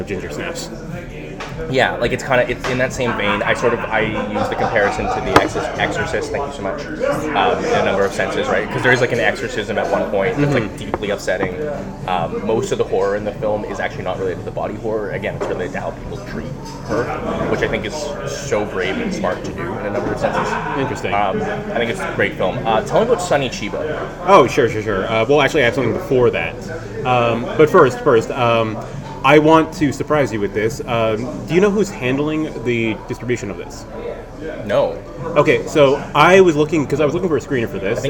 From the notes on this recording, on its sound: BONUS - Live from Fantasia 2023. AUDIO WARNING - This podcast was recorded in a noisy public space. Coming at you live from a bar next to Concordia University. Apologies for the audio quality in advance.